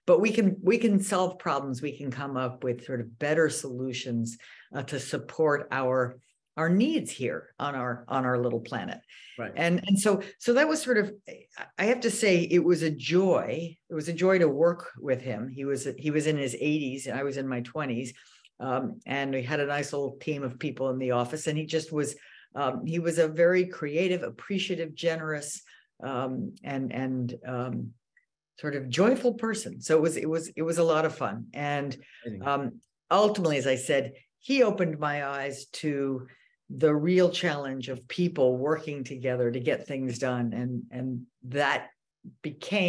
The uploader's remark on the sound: This podcast is taken from our regular webinar series, Your Brain at Work Live.